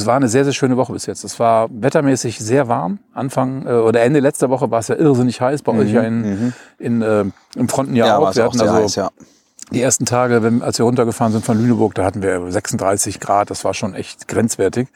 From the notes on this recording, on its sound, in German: Wir haben uns in Bad Kötzting am Weißen Regen getroffen. Der Ton hört sich auch etwas anders an, wir haben uns nämlich direkt an den Fluss gesetzt und mit unserem mobilen Equipment aufgenommen - hört ihr die Grillen im Hintergrund?